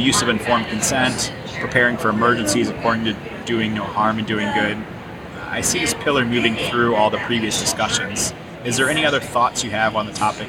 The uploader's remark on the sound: live from SmileCon